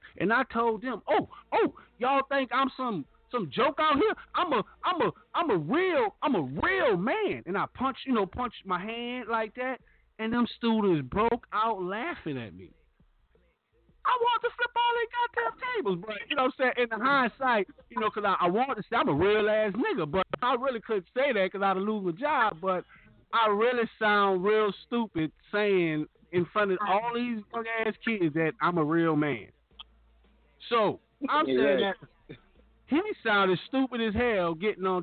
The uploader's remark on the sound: We take member call ins